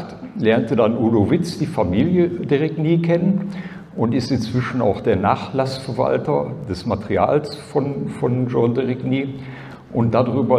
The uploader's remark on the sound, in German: ALIEN.DE Konferenz 2023. Aufzeichnung des Vortrags auf der ALIEN.DE Konferenz am 19.08.2023 in Frankfurt am Main.